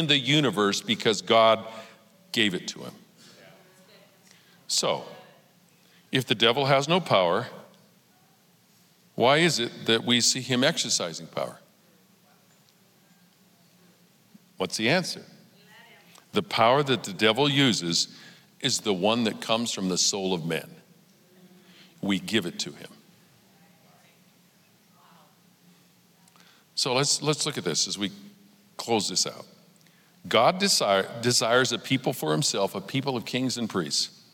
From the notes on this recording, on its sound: Recorded live at Capital Church in Meridian, Idaho